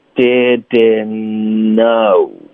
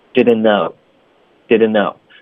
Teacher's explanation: didn't 的 n 跟 no 的 n 两个都是 n，所以我们就用一个 n 把它们连起来发出来，那就是 didn't know.OK，不要发两个 n， didn'tknow，不要停顿，就连读。Didn't know.